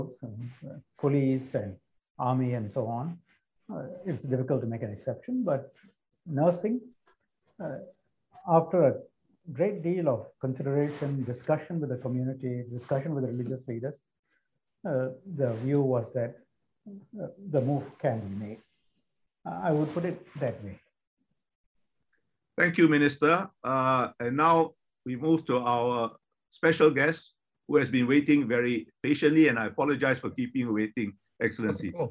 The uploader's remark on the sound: This public lecture was conducted online via Zoom